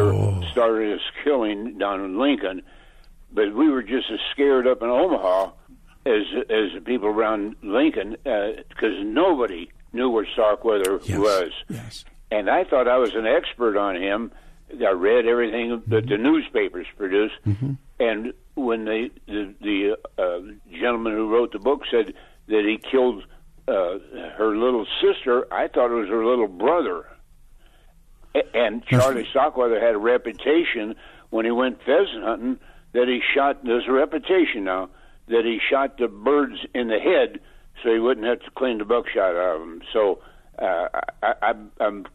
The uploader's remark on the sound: Open phones lines this hour.